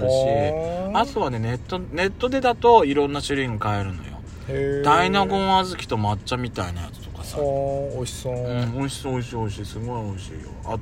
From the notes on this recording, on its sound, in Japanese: パーキング収録